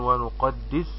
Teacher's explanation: السين فيها همس وصفير